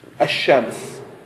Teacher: فالأحرف الشمسية هي الأحرف التي تحذف اللام لفظا عند اتصال أداة التعريف بها، وسميت شمسية نظرا إلى أن حرف الشين الذي تبتدئ به كلمة الشمس هو منها، فلذلك لا نقول الشمس بل نقول الشمس بحذف اللام من أداة التعريف والتعويض عنها بتكرار حرف الشين وإدغامه. فبدل أن نقول الشمس نقول الشمس، نضع شدة لفظية لفظا وليس خطا على حرف الشين، فسميت أحرف شمسية.